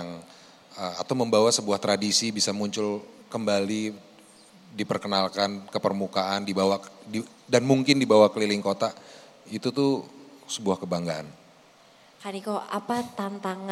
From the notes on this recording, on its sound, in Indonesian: Special Live On Stage di Kota Solo. Kita hadir di Puro Mangkunegaran, Surakarta.